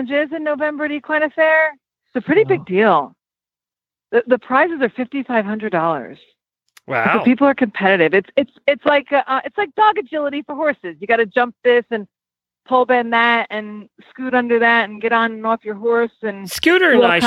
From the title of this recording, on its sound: Annual Holiday Call-in Show